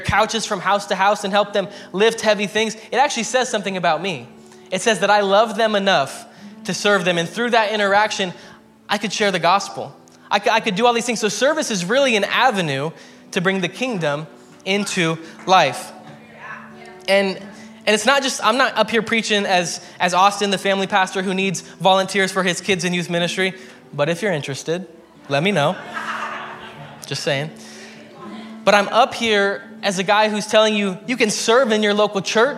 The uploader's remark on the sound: Preached at Hermiston Assembly.